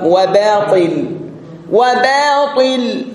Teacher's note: ولا تجعل ترقيق الباء يزحف على الطاء